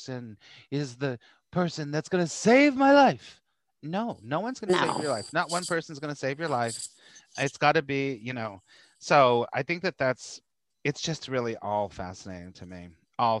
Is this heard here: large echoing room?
no